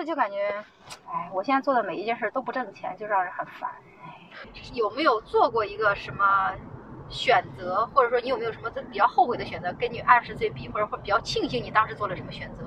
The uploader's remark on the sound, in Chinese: 这期是边开车边闲聊，音质稍微有点一般，见谅。